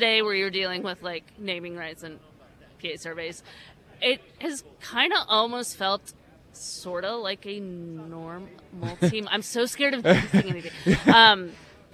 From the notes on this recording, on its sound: live from the NFL Combine